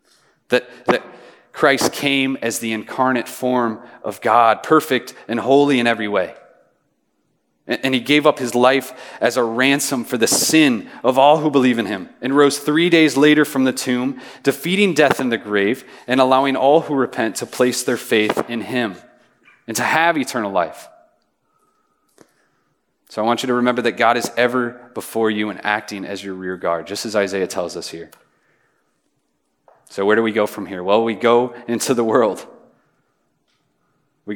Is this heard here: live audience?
yes